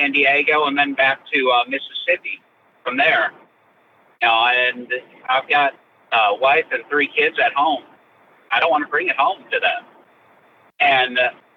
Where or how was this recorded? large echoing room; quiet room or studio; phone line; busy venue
phone line